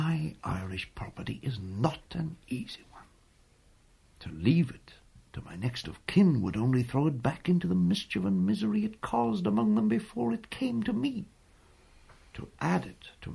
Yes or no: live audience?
no